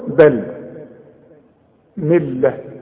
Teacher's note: اللام المشددة لا تغني، لكن اتك على الحرف علشان يبان الحرف المشدد